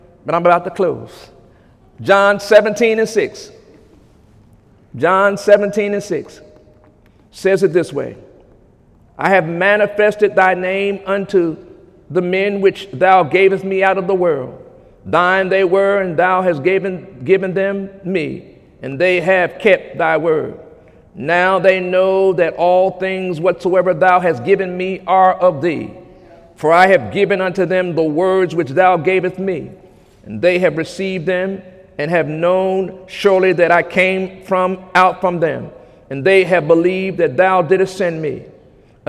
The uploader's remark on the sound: During Sunday morning service